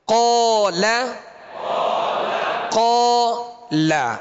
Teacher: قال، اب اس کی آواز کو بدلیں گے نہیں ہے، جیسے قال یوں نہیں کریں گے، قال قال، لام کو باریک پڑھیں گے، قاف کے ساتھ الف بھی پر ہو گیا، قاف کو بھی پر پڑھیں گے حروف مستعلیہ میں سے.